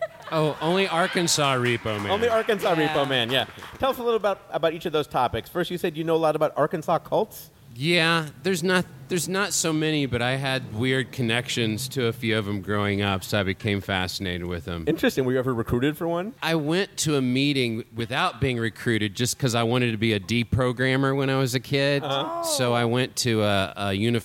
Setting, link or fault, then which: setting, busy venue